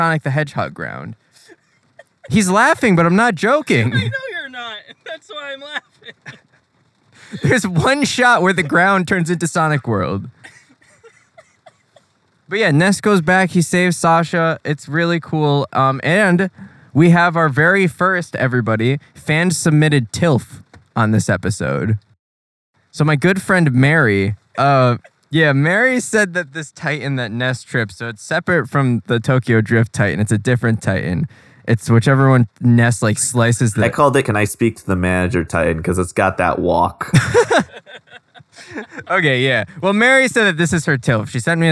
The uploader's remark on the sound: 2012 Chevrolet Volt. Please don’t ever record a podcast in your car.